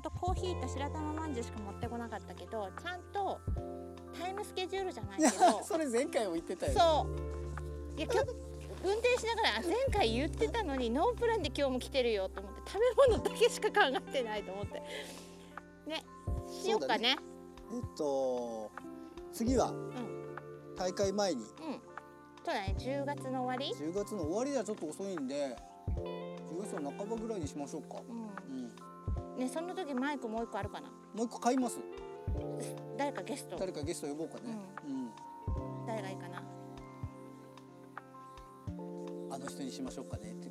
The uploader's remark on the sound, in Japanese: 2本目となる四方山バナシは初の野外収録。まだ蝉の声が鳴り響く中、コーヒー片手に。収録場所／ 石井樋公園 （さが水ものがたり館）。